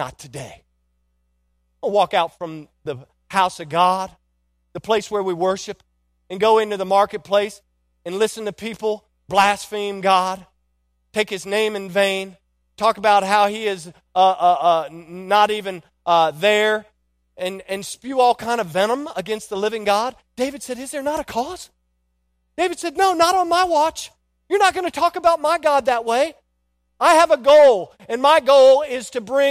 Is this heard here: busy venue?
no